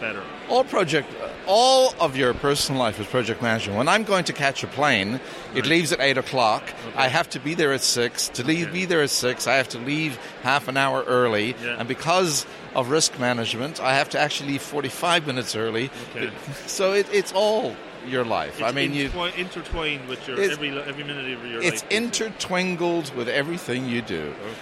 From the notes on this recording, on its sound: I recorded this show during the PMI Ireland National Conference at the Aviva Stadium. This was an action packed conference with a great selection of speakers and over 350 attendees.